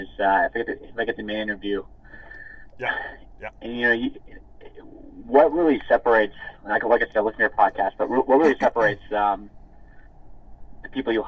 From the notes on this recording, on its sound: I recorded a phone call I had with a listener